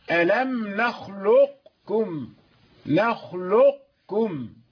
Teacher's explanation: وأما ألم نخلقكم فبعض أهل الأداء ينطقونها يدغمونها إدغاما ناقصا يعني يعطي صفة التفخيم للقاف تبقى هذه الصفة